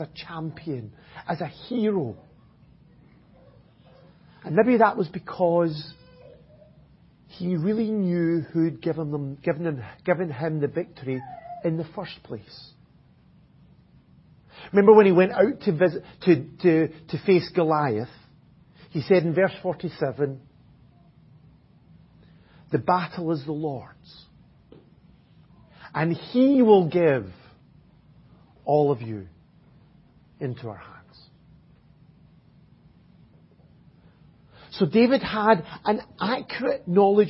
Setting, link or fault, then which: setting, large echoing room